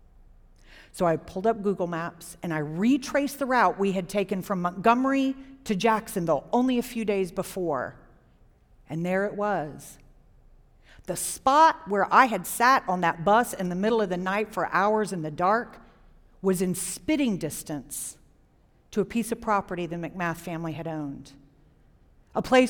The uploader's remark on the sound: Recorded live at the Florida Theatre. A WJCT Public Media and Florida Threatre Production.